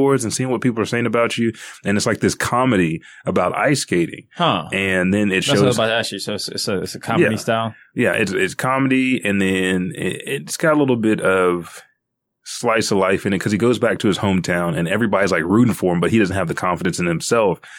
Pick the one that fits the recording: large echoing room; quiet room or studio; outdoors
quiet room or studio